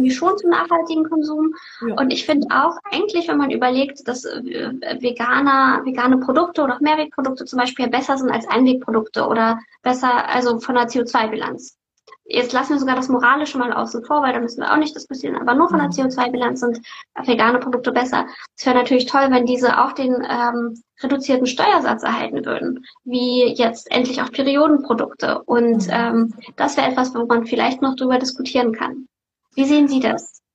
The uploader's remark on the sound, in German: Dieses Interview fand live auf Instagram statt